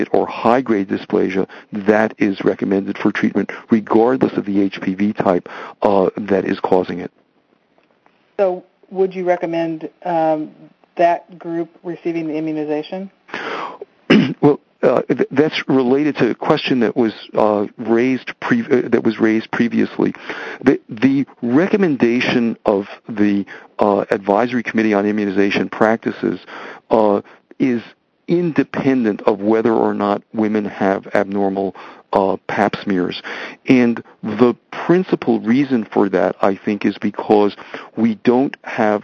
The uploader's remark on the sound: Author in the Room® Teleconference